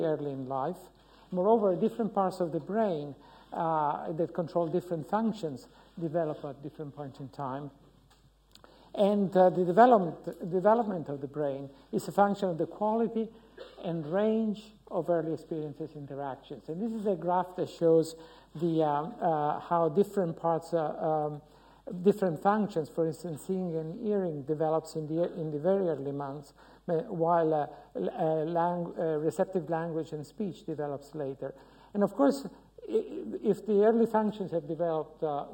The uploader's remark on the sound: UCL Lunch Hour Lecture.